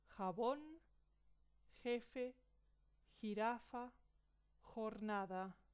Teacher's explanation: La J tiene un sonido gutural duro.